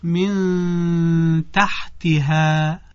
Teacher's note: اتفاقی که افتاده در رسیدن نون ساکنه به حرف تا، که تا از حروف ما بقی هست، باید اخفا صورت بگیره